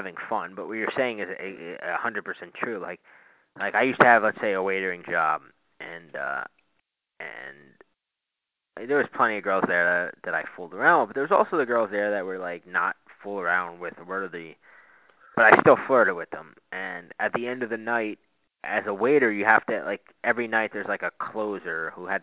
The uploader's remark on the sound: on the phone to do a podcast I had wanted to do for a very long time